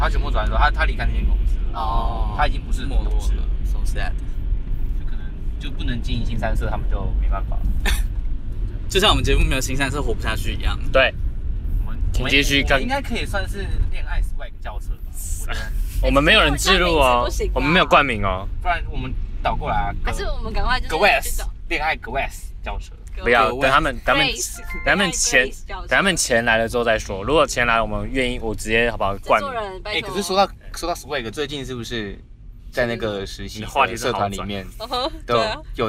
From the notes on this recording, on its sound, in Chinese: 徜徉在高架橋前往林森北路尋歡的我們，一時興起錄製了加碼特別篇，名符其實的在奔馳的轎車上錄製節目。跟著戀愛轎車一起奔馳霓虹燈閃爍的台北街頭。